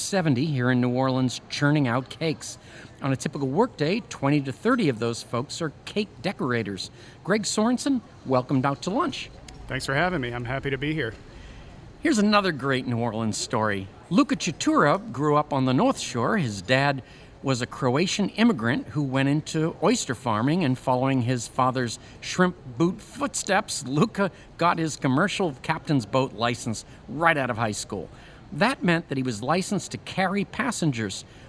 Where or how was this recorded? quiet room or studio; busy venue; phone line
busy venue